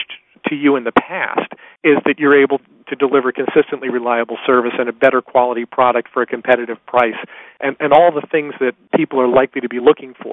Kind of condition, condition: link, phone line